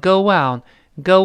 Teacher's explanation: Go 最后有一个 u，因为 o 双元音最后是个 u 结尾。这个 u 我们讲过，跟别的元音连读时中间要加一个半元音 w